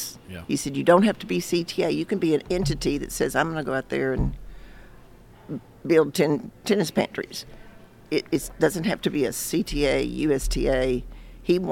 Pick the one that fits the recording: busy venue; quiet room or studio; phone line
busy venue